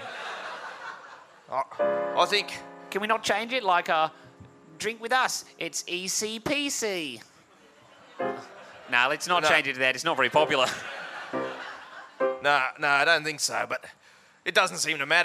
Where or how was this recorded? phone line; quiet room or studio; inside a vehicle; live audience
live audience